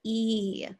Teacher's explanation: So when we're going from the vowel sound E, as in she, in the general American accent, it sounds like a pure vowel, E. But when we move into the Southern accent, it turns into a diphthong.